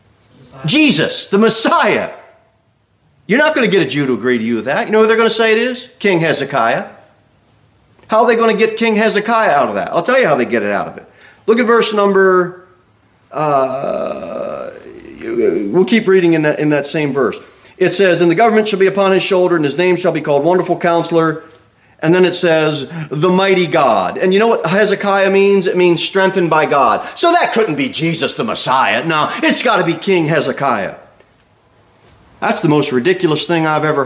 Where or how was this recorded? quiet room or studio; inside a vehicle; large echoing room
large echoing room